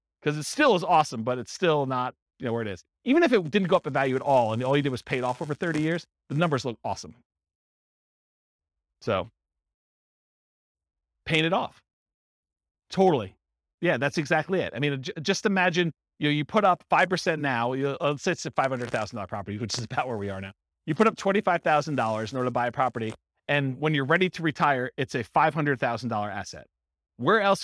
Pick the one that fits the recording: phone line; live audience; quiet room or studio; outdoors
live audience